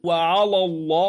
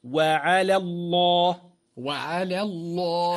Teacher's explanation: يجب المحافظة على ترقيق لام على، وهي الأولى، لئلا تفخم من أجل التفخيم الذي بعدها في لام اسم الجلالة الله · Shown in: second take